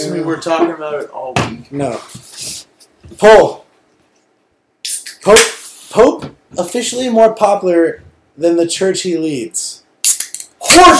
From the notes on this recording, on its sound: After a long night of drinking during the "year of the booze". The sound isn't the greatest and we get drunker as it goes.